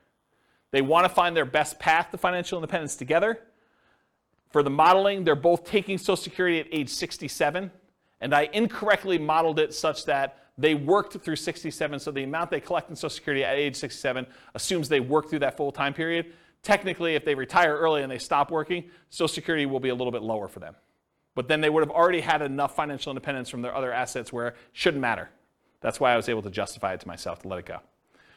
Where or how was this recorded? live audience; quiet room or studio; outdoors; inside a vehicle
live audience